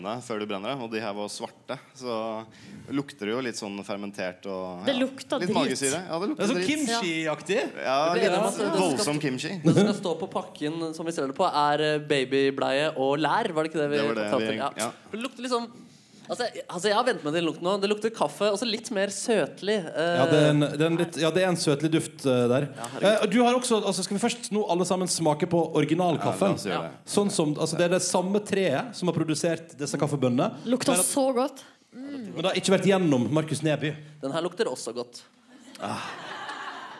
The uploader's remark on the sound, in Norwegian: Sesongavslutning med P3morgens Julefrokost live fra Cafeteateret på Grønland.